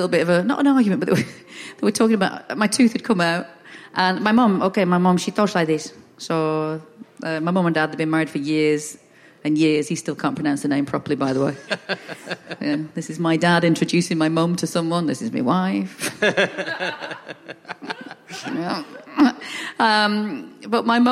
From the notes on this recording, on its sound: is at the Henley Festival and is up against the …, who prove to be much more popular and louder than him, but his audience is small and enthusiastic